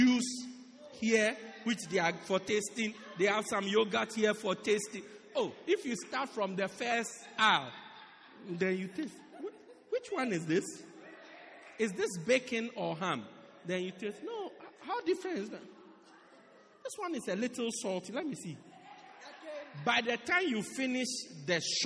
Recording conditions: large echoing room